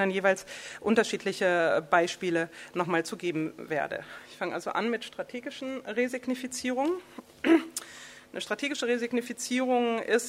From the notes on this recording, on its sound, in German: Ihr hört Vortrag und Diskussion der Veranstaltung vom 02.